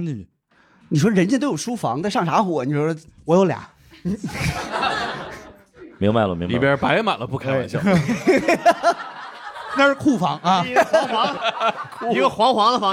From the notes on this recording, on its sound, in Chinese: 以及现场各行各业的听众。线下演出。